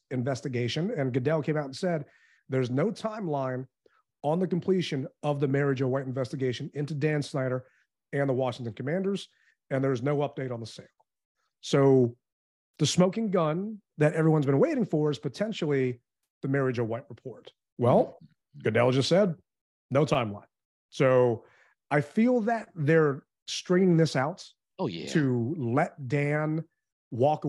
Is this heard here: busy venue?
no